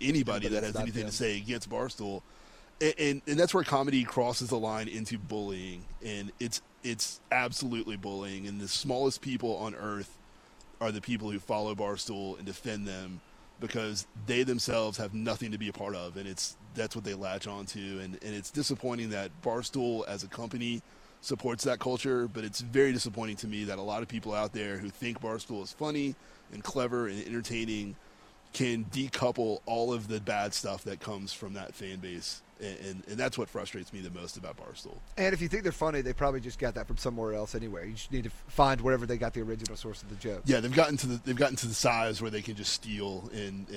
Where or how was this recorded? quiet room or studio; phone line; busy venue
busy venue